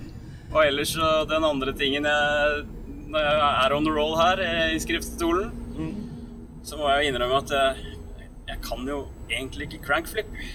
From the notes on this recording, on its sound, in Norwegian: Lydkvaliteten er noe preget av at bilen kjører, men det ble i alle fall en rykende fersk pod!